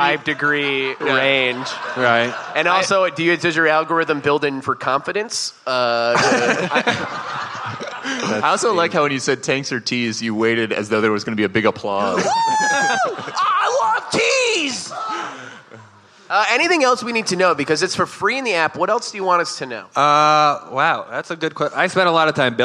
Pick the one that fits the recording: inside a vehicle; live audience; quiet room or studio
live audience